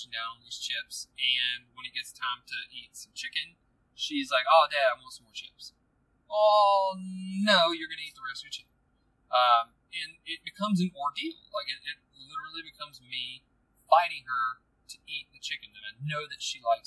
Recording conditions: background noise